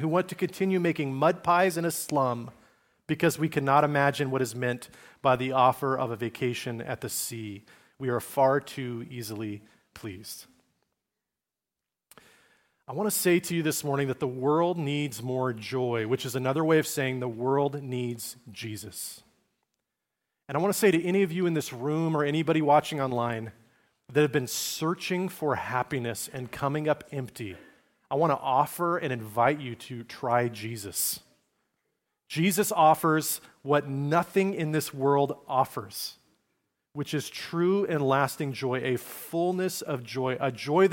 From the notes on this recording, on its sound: message delivered at Liferoads Church in Spokane, Washington, on December 17, 2023.